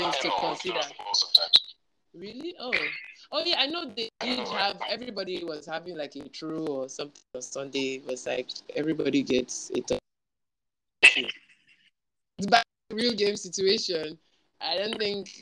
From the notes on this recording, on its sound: apologies on the audio glitches